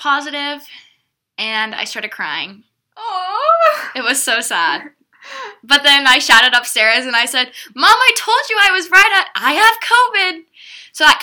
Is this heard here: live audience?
no